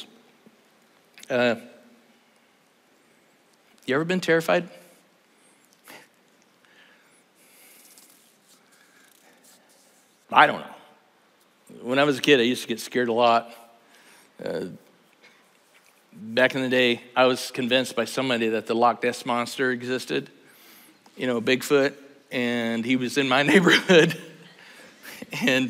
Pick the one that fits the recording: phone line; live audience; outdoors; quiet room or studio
live audience